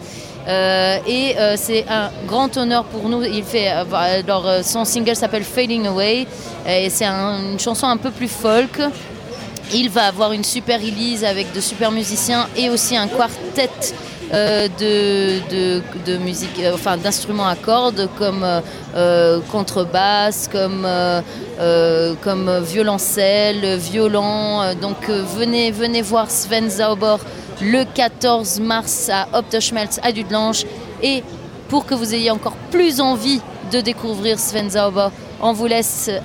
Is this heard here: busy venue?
yes